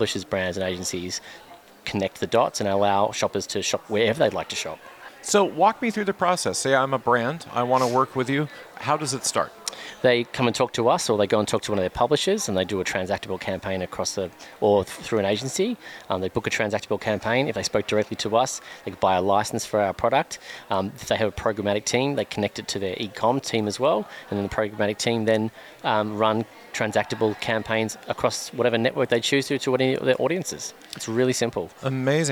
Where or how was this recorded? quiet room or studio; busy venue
busy venue